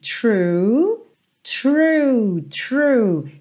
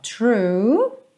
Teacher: Tem esse R também enroladinho e depois tem um biquinho aí